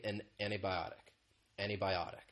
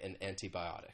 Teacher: Not always, but you may hear people say an antibiotic, antibiotic. And you don't really hear that T sound · Shown in: first take